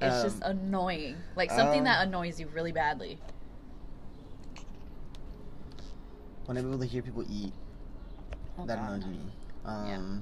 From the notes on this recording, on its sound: Super loud outside noise… we are really sorry